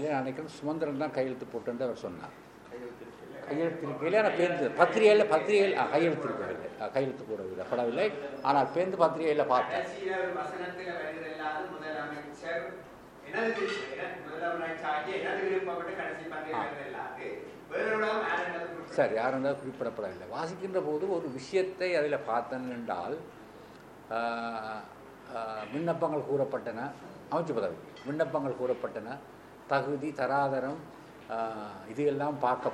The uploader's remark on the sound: Press conference by EPRLF, TELO and PLOTE